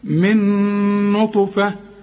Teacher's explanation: الذكر والأنثى من نطفة، أو ده بقى إدغام، بعضهم بيسموه إدغام ناقص وعلماء بيسموه إدغام كامل، أنا بقى بقول ده إدغام كامل بغنة. النون مع النون تبقى نون واحدة مثقلة